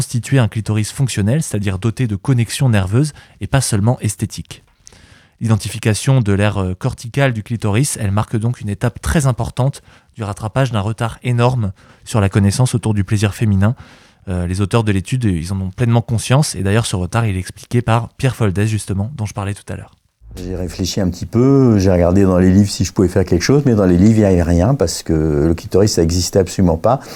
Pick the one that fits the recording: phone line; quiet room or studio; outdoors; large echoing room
quiet room or studio